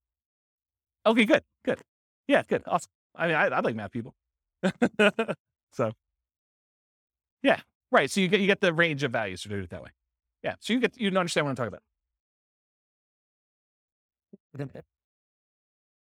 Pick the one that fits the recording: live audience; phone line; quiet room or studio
live audience